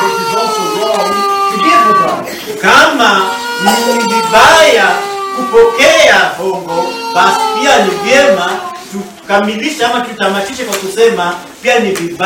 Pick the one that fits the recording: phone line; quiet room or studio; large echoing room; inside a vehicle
large echoing room